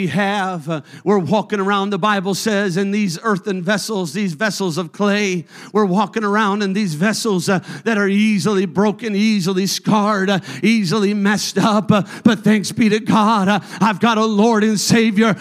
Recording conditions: large echoing room